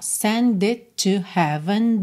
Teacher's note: It termina em T, to. Começa em T, você junta num T só.